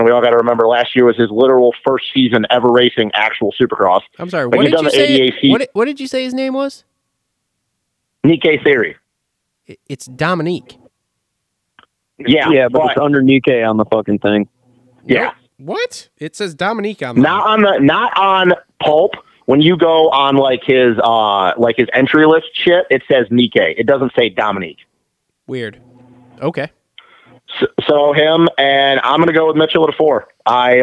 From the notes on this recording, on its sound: jump on the phone